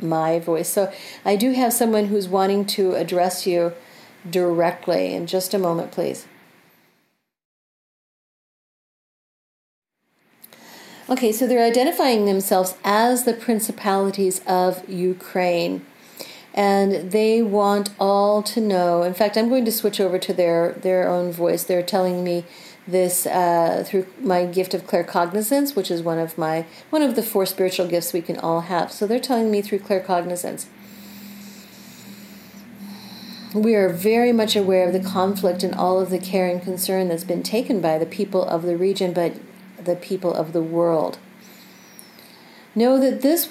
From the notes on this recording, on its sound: Recorded from my home, you will notice the sounds of my pets coming around to participate in the energy.